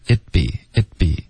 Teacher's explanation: it'd be 的这个 t 要省略